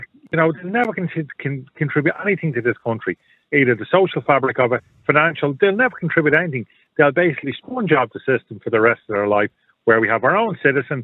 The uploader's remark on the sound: Opens up the phone lines, inviting listeners to share their perspectives on this pressing matter.